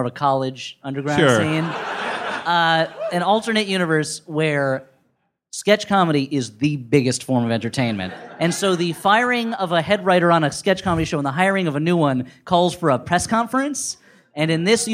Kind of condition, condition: setting, live audience